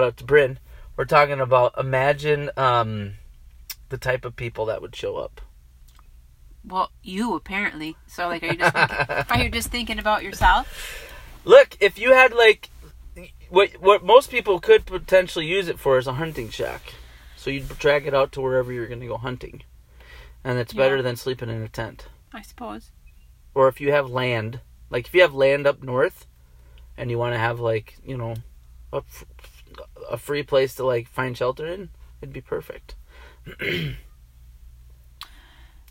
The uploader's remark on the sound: This episode was recorded live in our truck.